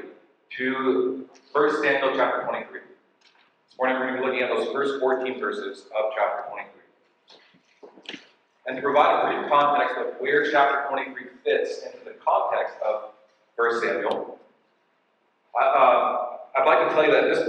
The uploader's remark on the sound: We apologize for the less than standard audio quality as we had to use our backup recording because of technical difficulties.